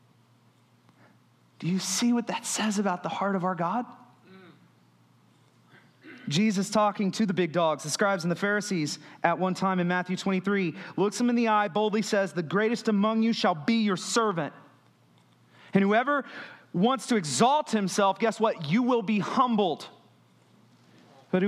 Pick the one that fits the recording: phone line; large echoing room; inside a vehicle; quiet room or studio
large echoing room